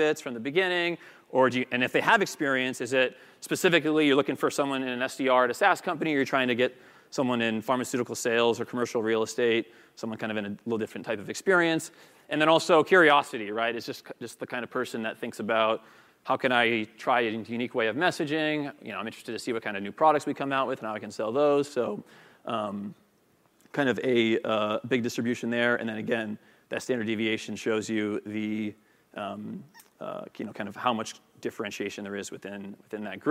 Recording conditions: live audience